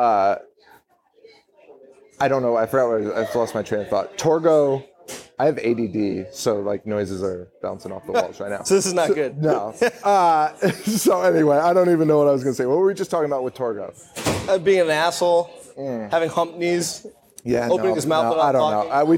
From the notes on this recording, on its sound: Live from the Falcon Bar in Orlando, Florida